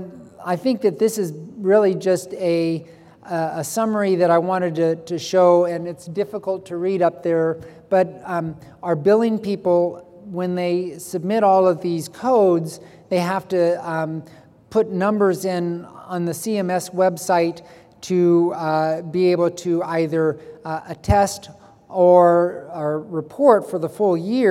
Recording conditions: large echoing room